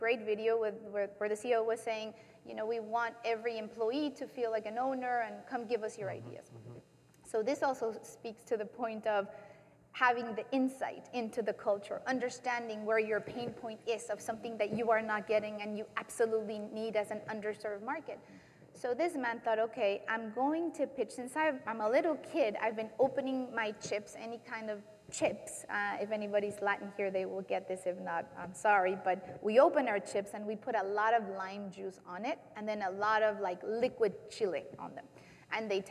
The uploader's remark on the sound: In front of a live audience at Upfront Summit 2016.